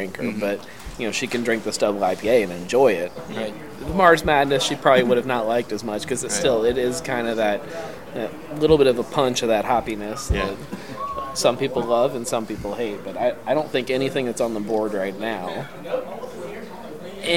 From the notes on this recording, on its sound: DogBerry Brewing in West Chester. This week we head out on the road to DogBerry Brewing. For our first "experimental" road show and live test.